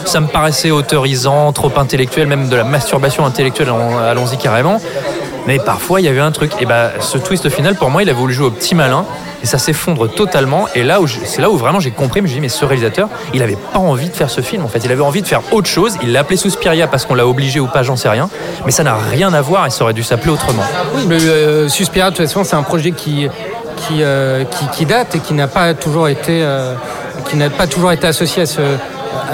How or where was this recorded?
busy venue